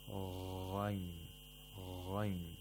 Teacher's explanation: we tighten the top of the throat, actually, and by doing that, we make the sound of غين، غين، as if you're gargling with water.